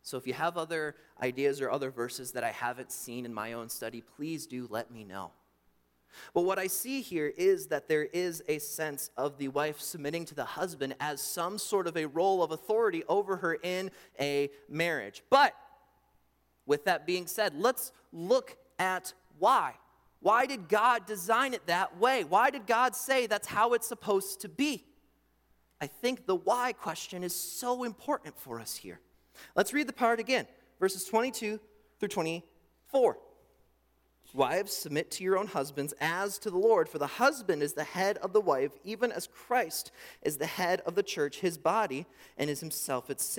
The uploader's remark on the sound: During the Morning Worship Service. At Calvary Baptist Church in Battle Creek, Michigan.